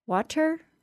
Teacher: The T in the middle of that word is following an aw sound, A-W sound, and comes before schwa plus r. So Americans will substitute a quick D sound for the T sound.